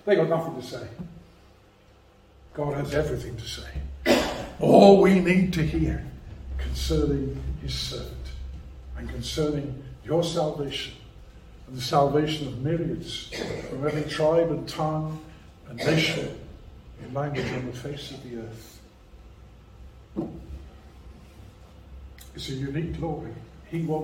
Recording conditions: large echoing room